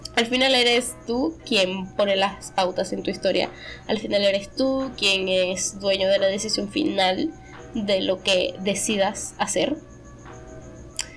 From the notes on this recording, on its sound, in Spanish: Prometo que a futuro traeré mejor calidad, tanto en audio como en guion